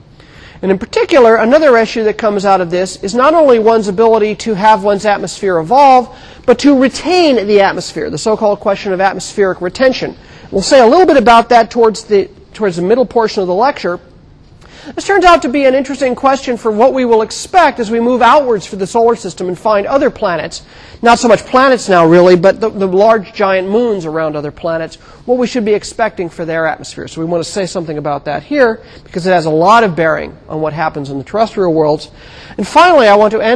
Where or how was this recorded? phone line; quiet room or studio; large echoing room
large echoing room